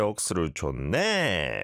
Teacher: We have to go up at the end, apparently.